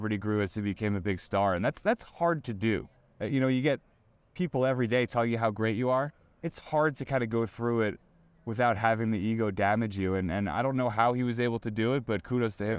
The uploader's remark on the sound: Recorded inside Clover Park at Port St.